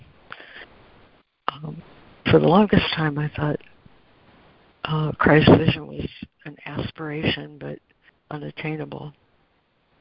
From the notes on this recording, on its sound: ACIM Daily Conference Call.